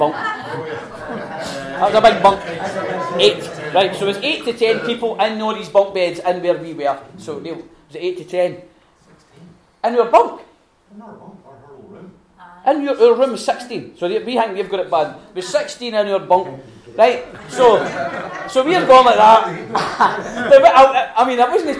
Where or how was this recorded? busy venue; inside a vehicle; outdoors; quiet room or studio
busy venue